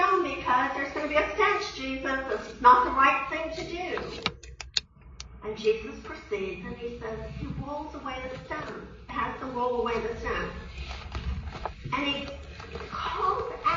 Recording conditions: large echoing room